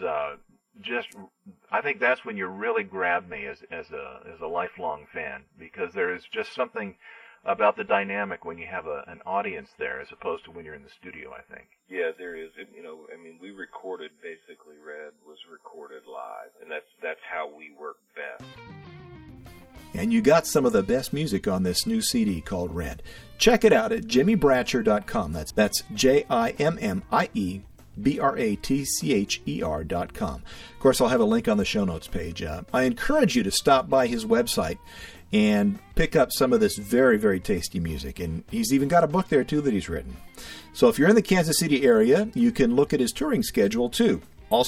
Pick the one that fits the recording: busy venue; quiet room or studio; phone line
phone line